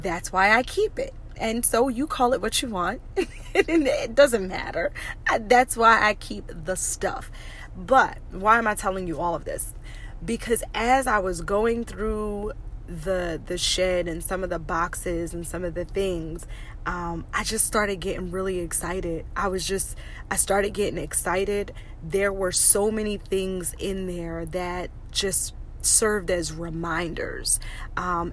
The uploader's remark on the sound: Car Conversations. Let's just have a quick chat in the car!